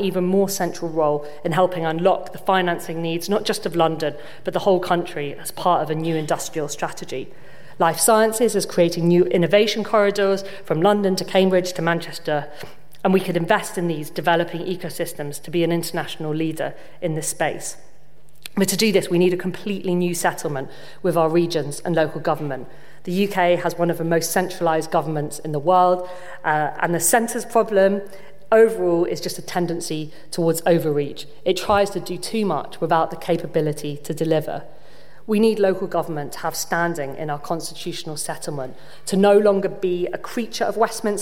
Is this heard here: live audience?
yes